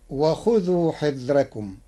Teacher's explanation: قرأ ورش كلمة حذركم بترقيق الراء لوجود كسر قبلها غير منفصل عنها بحرف الاستعلاء فتصير وخذوا حذركم.